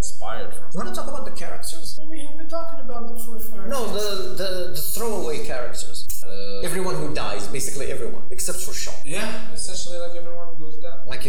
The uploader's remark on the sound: We do kind of apologize for the sound quality, we are trying our best on a zero budget.